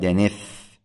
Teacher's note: قال دنف بسكون الآخر، يعني بحذف نون التنوين وعدم قلبها ألفا